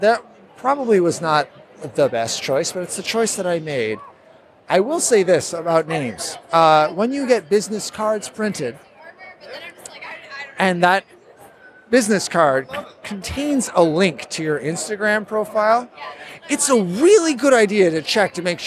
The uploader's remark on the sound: Live from C2E2